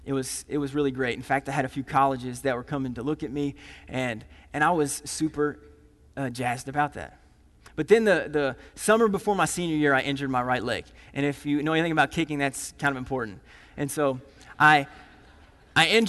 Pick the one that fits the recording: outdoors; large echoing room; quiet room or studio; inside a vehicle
large echoing room